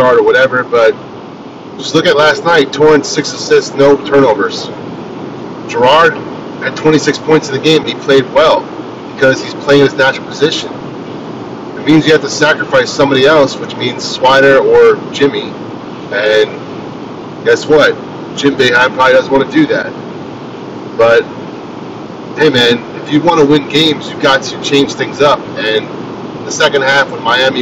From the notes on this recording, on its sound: Driving Edition. Decided to drop a pod while driving.